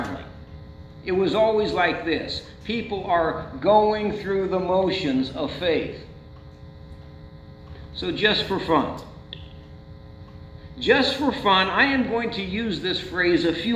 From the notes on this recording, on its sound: Sunday church service recording from St. John's Lutheran church in Dola Ohio.